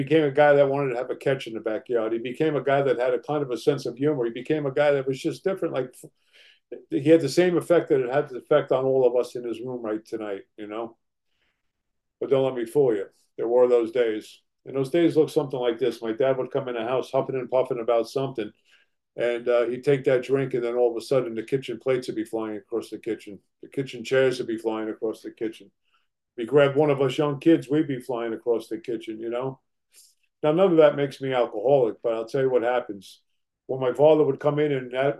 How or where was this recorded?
video call